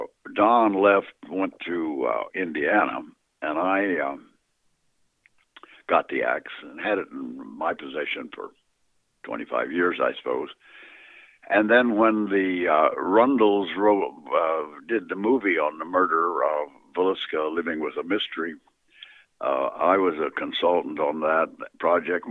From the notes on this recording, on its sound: Misfit Apparitions continues its series on the Villisca Ax Murder House with the first of a three-part phone interview with Dr.